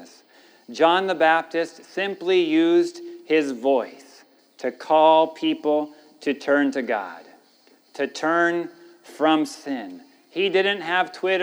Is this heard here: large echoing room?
yes